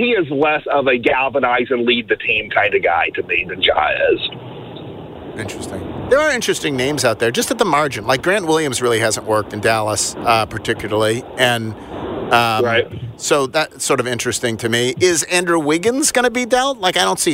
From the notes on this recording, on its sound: as he is driving back to Memphis from the Twin Cities